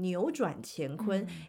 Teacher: 在这里这个牛，因为是扭跟转，然后呢中文有三声变调，所以听起来就变成扭转乾坤